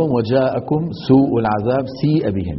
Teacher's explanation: يقال له المد الواجب لوجوب تطويله عن الطبيعي لكل القراء، ويمد في رواية حفص عن عاصم بمقدار أربعة أو خمسة